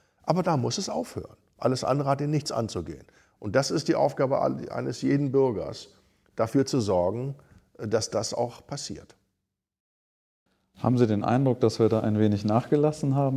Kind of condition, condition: setting, live audience